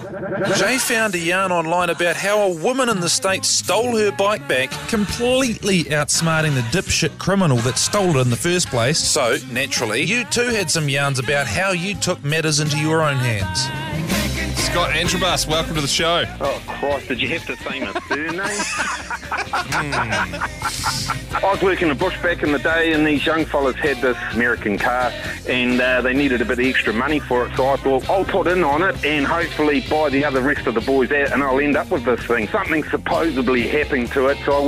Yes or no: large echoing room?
no